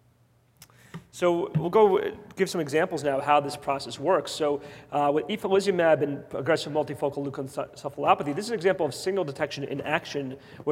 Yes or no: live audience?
yes